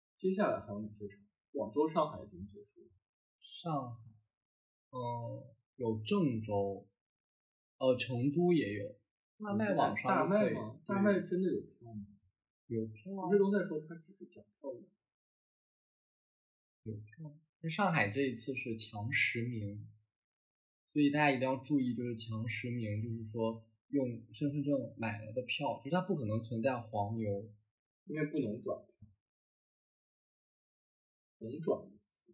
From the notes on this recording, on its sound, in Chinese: 新手主播第一次录节目，音质略有瑕疵，还请见谅。